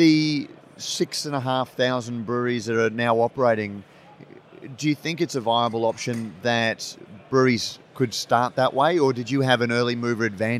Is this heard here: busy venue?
yes